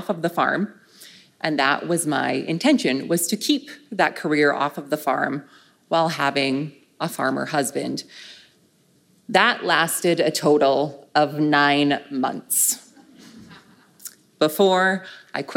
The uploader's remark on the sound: Back in June, I was invited to speak at the Women in Ag conference and this week, I am excited to share with you the audio from my presentation.